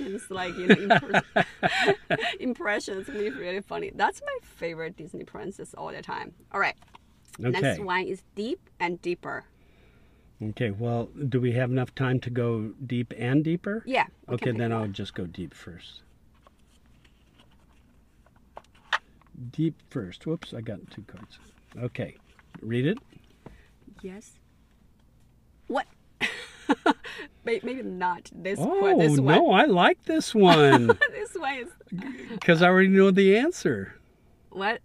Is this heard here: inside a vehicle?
yes